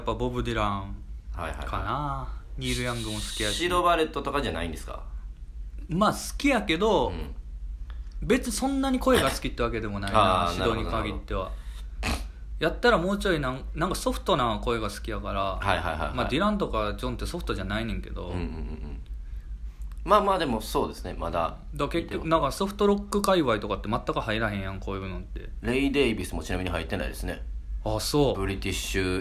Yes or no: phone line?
no